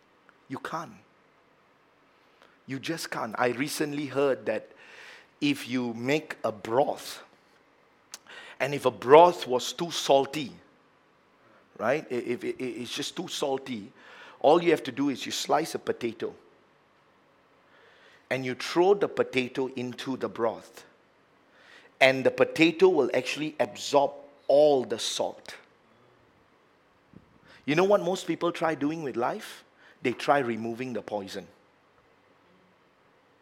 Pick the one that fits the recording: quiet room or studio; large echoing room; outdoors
large echoing room